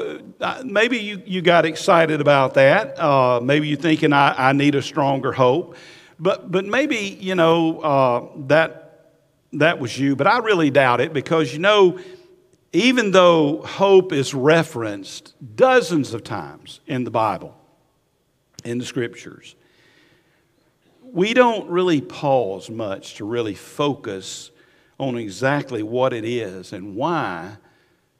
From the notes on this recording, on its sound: Recorded at Highland Baptist Church, Molino FL